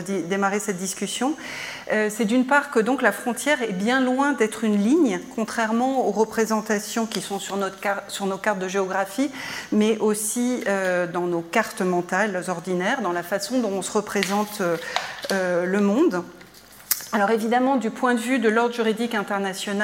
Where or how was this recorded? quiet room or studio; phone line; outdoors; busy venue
busy venue